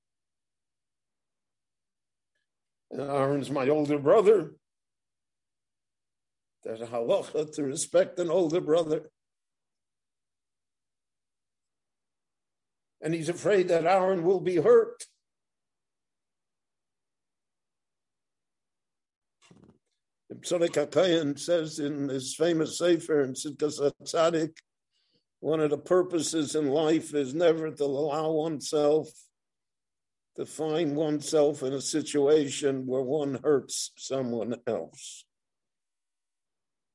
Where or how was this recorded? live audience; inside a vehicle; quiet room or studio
live audience